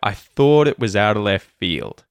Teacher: words like it and was and of are getting reduced as we give them the schwa vowel sound, and the other words are the ones that are emphasized